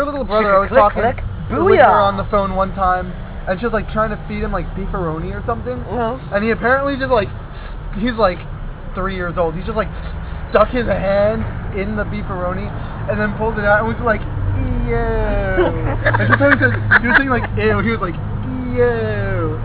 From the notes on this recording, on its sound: It is our first official recorded on-the-street meetup.